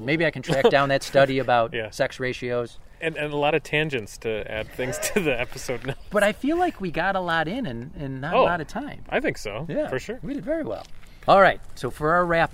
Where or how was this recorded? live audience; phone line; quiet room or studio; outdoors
outdoors